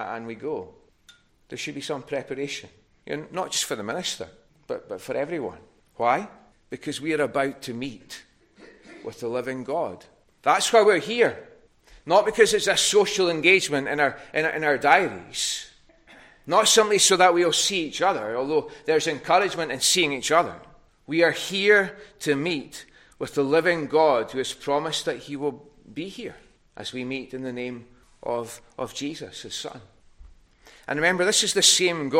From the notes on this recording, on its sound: recorded at North Harris Free Church on the evening of Sunday, 11th February 2024